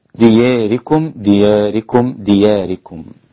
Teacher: الإمالة محضة هكذا دياركم دياركم دياركم